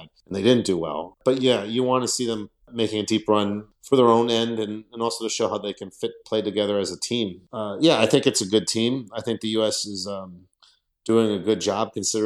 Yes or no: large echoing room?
no